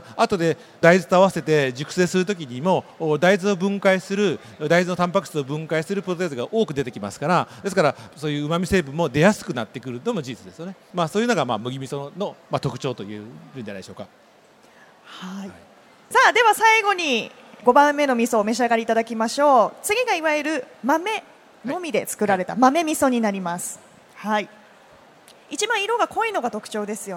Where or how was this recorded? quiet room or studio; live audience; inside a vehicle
live audience